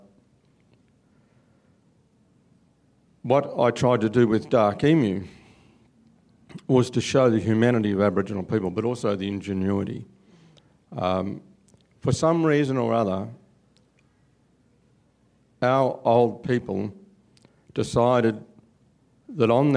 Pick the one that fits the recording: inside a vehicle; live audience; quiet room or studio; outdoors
live audience